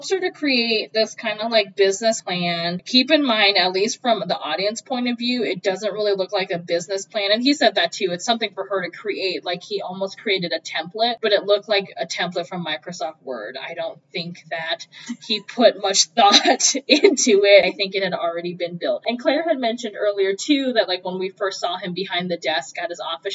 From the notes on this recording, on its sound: Sorry about the audio on this episode!